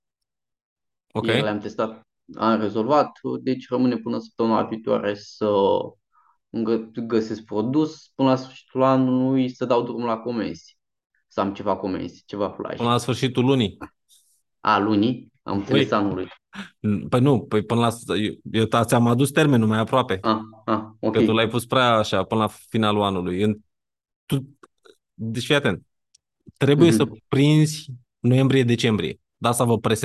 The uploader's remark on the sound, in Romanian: Conferinta Zoom Saptamanala EcomSchool